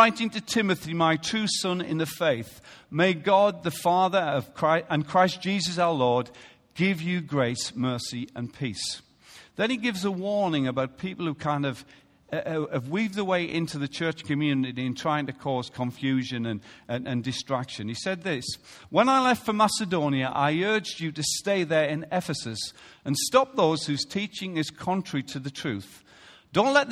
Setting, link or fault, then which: setting, large echoing room